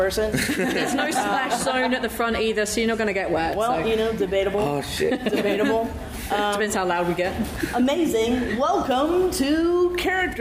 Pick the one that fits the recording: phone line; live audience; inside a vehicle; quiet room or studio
live audience